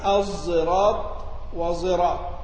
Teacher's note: خلفا قرأ الصراط وصراط كيف وقع وأتيا بإشمام الصاد صوت الزاي، يعني الصراط وصراط إشمام الصاد صوت الزاي